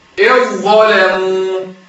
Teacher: الذال الساكنة إذا أتى بعدها ظاء أضغم الذال في الظاء · Term: إضغام